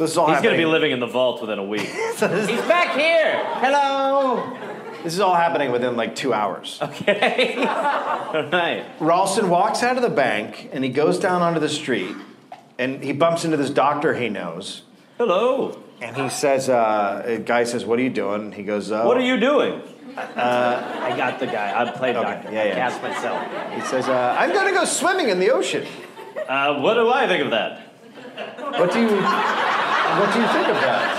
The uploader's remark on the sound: Recorded live in Las Vegas